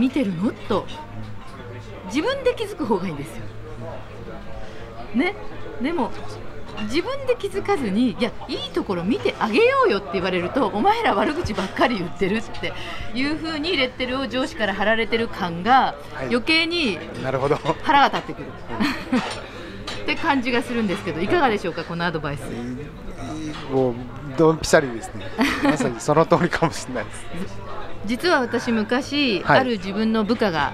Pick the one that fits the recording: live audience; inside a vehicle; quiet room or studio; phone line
live audience